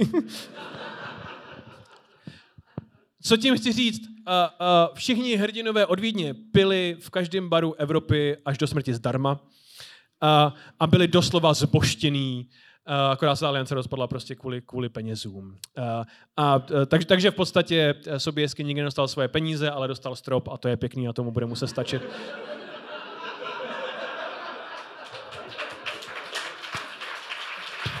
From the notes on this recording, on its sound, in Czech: Hodina dějepichu LIVE. Tentokrát vám přinášíme záznam z live vystoupení Hodiny dějepichu v pražském Rock Café o dobývání Vídně.